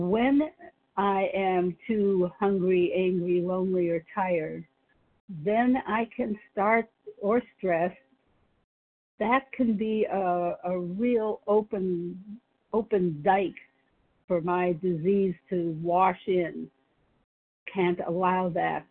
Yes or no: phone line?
yes